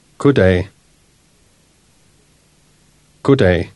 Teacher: Notice how the soft D at the end of good becomes silent before day.